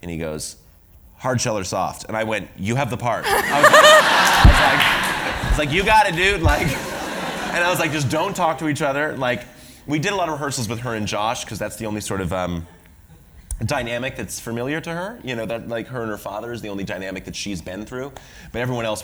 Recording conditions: live audience